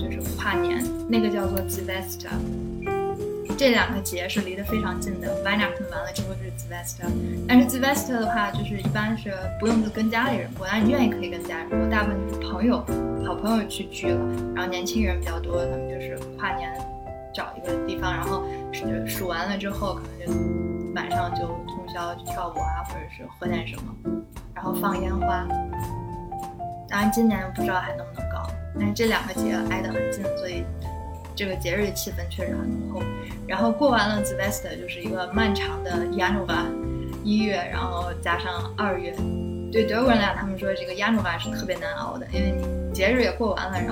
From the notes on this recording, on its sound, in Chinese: 本次直播时麦克风接触不良，音质有些不清晰